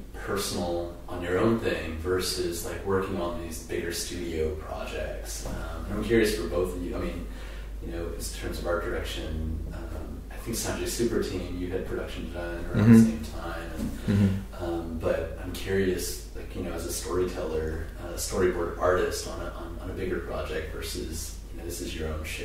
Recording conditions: poor sound quality